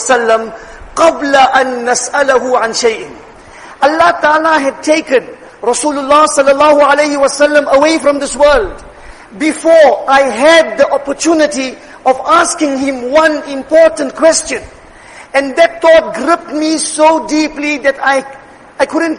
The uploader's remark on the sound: Jumuah lecture.